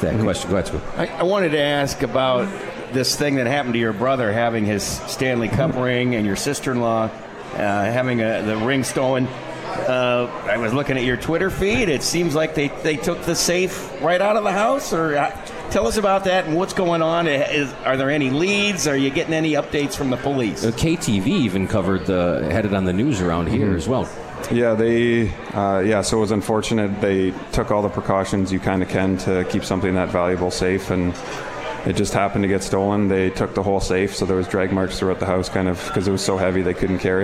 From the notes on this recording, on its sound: Live from The 72 Tavern.